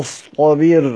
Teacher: ويرفع الصاد إلى الحنك قليلا لئلا يشبه السين